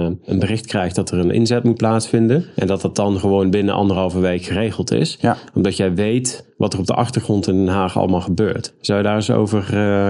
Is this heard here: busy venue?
no